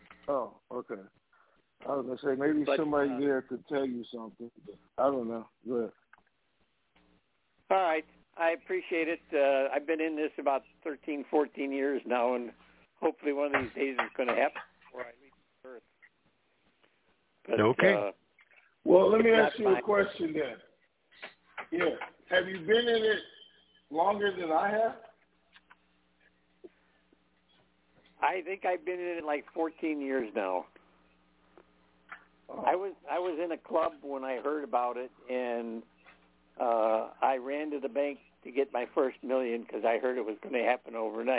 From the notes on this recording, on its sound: TNTSuperfantastic Conference Call